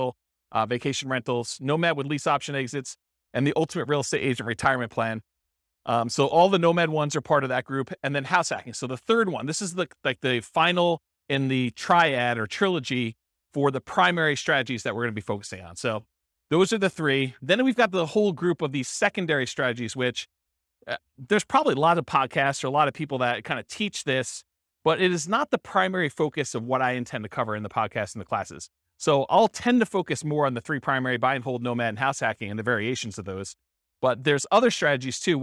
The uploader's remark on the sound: This was a live class recorded